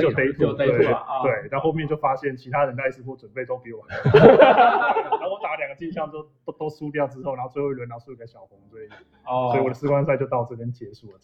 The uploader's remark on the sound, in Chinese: 世冠现场录制